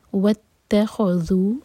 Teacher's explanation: third آیا واتخذو، وت تا light, خا ہیوی، واتخذو یہ ذال، اس کو زا کا ساؤنڈ نہیں دیں گے